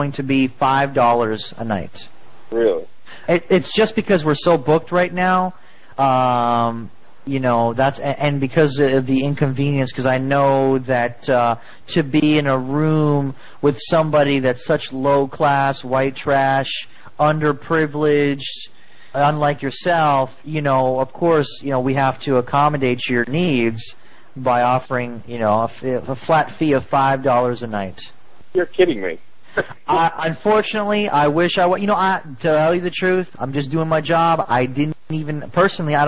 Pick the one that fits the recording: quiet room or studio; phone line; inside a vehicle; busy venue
phone line